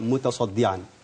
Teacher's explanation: ما جابش التاء طاء وما جابش الدال ضاد